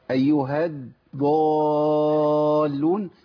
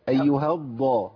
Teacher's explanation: الضاد لما تكون مشددة، حاضر، ما تبدأيش بدال · Shown in: second take · أيها ضالون، يبقى بدأنا بدال، أيها الضا على طول.